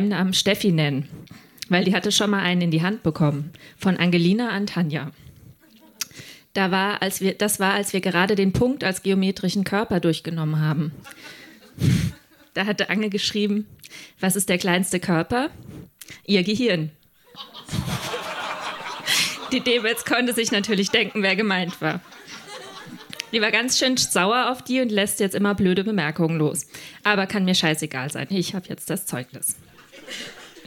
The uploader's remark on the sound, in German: Ausschnitte aus der Veranstaltung vom 01.12.2019 im Monarch, Berlin. Texte von gestern“-Liveshow am 01.12.2019 im Monarch, Berlin. Unser tolles Publikum.